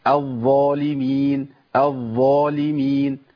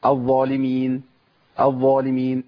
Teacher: مشيت الصوت في الظاء الاولى ومكنت لصفه الجهر انقطاع النفس، وجبت الظاء المتحركه بعديها · Shown in: first take